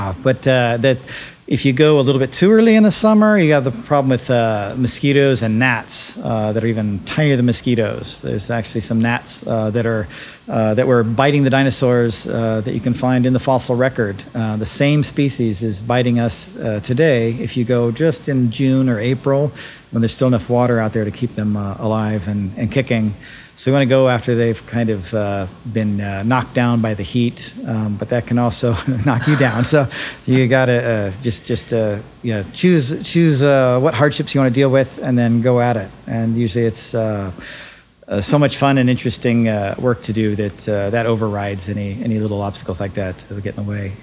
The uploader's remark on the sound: go on location to Natural History Museum Los Angeles and record live inside the Dino Lab for all visitors passing by to see